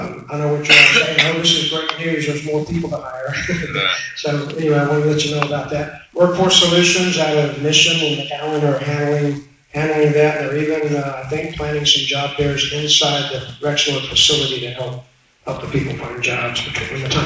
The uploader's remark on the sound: BROWNSVILLE, Texas. At their most recent monthly meeting. Around 80 people attended the meeting, which was held at Rancho Viejo Conference Center.